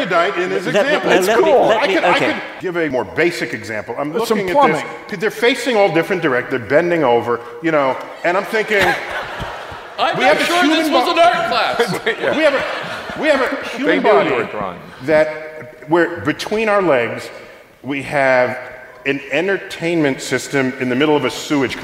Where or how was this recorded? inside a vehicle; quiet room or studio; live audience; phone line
live audience